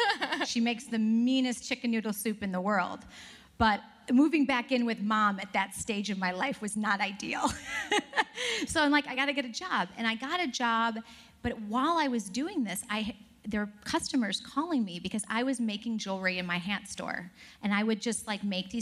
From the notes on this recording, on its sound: Live from the WorkParty Tour.